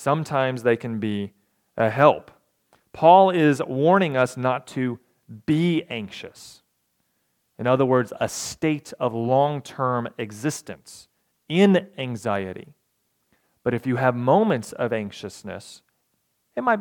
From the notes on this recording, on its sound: recorded November 12, 2022, at the Ringgold Seventh-day Adventist Church.